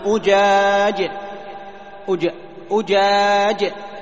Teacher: الجيم الصحيحة العربية الفصيحة من وسط اللسان مع الشدة والجهر مع المحافظة على شدتها وجهرها، جيم.